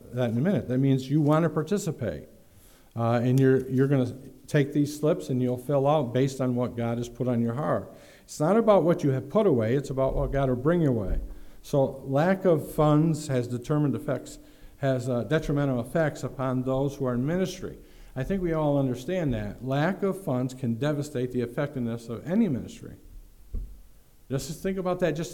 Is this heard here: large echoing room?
yes